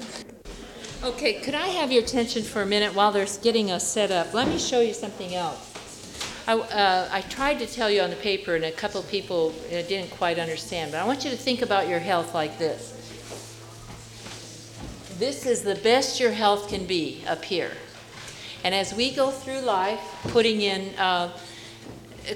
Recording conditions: live audience